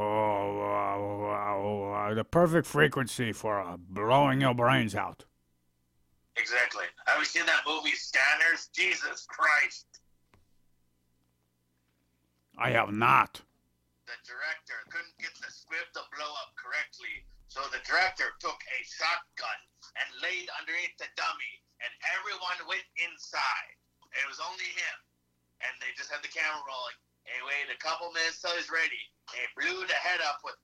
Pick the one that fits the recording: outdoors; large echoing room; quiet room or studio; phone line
phone line